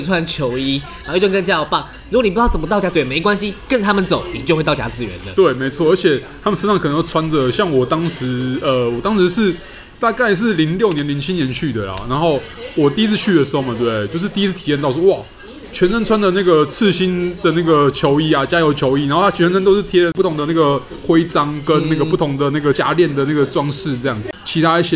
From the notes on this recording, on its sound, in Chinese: 本集白噪音指數：微風級 2/5。錄音地點：西藏廚房。